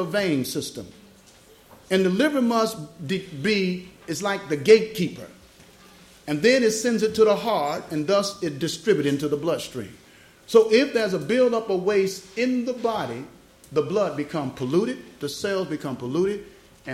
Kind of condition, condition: setting, large echoing room